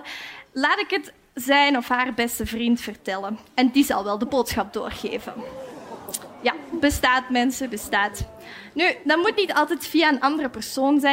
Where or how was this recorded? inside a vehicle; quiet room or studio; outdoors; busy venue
busy venue